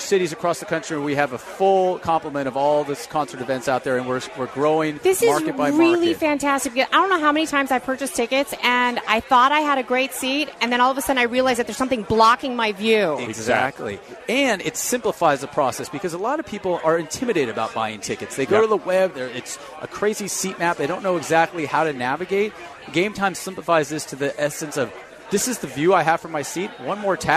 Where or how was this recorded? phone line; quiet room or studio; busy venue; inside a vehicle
busy venue